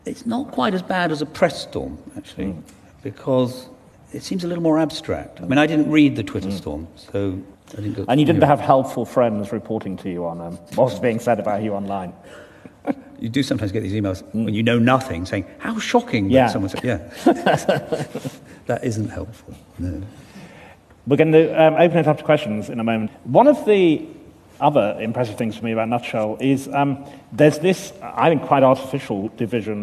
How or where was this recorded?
live audience